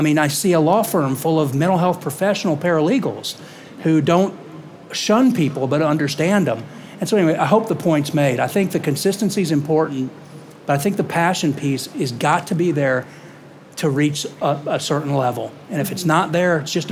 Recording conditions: live audience